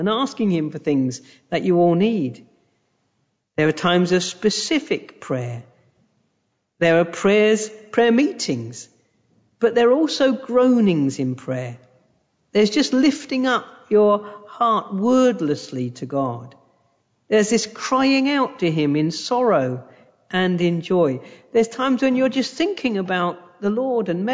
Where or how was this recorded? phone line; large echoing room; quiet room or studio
large echoing room